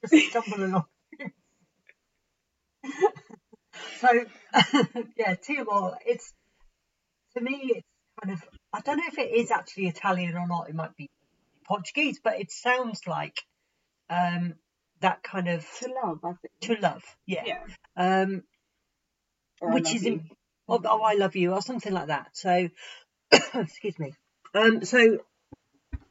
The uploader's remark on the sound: Sorry poor sound quality.